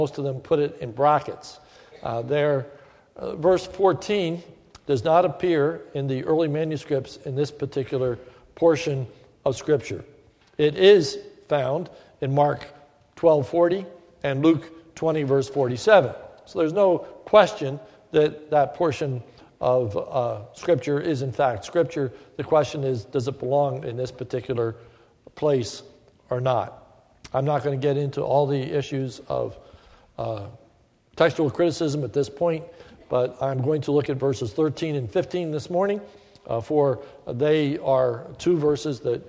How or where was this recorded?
large echoing room